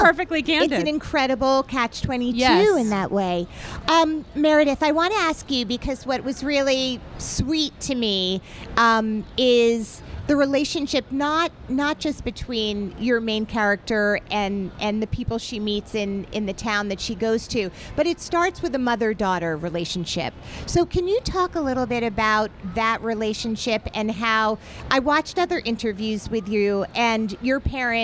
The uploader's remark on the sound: LIVE from Bryant Park